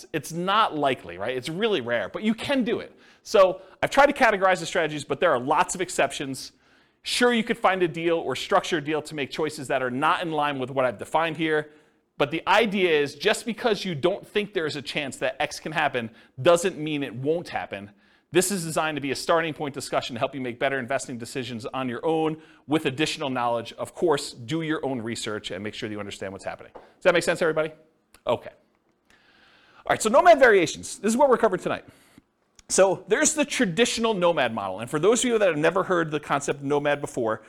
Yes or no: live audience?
yes